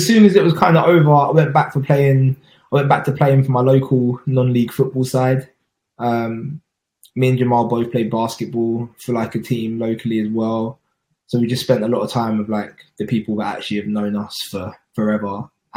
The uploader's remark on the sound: I want to apologise for the poor quality of this episode. For some reason, the individual tracks didn't upload properly which meant that we had to use the live recording...